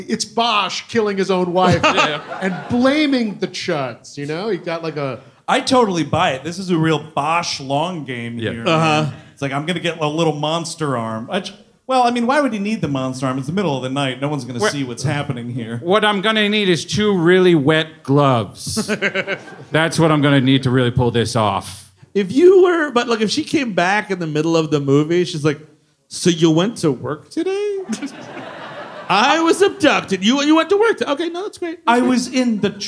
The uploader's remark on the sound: C.H.U.D. (Live in Brooklyn). The gang is live from the Bell House in Brooklyn. Live on stage.